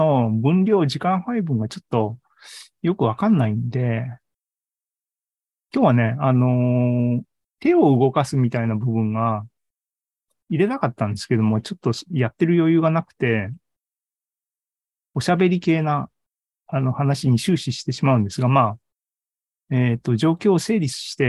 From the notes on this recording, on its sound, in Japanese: ２０２３年３月２９日に開催した ZOOMライブの模様です